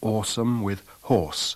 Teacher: We've got the same vowel in words of the sets thought and north, as you can hear by comparing awesome with horse.